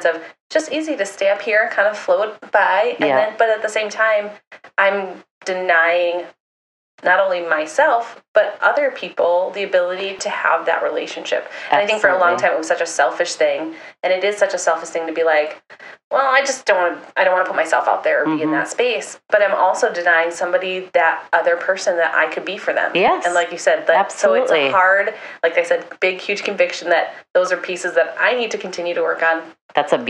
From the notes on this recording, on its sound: as this was the first attempt the audio quality was not at its finest